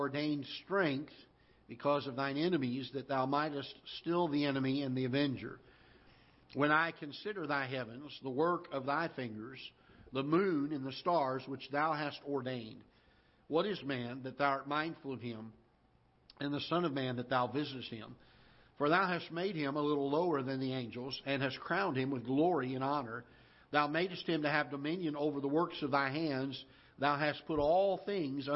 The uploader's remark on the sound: Ketha Heights Baptist Church ~ Live Broadcast